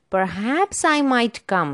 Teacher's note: So here we have the falling rising tone. The voice falls and then rises, usually within one word.